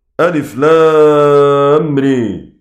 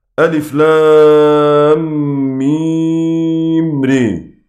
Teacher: اقرأ بالإمالة في الراء الواقعة في فواتح بعض السور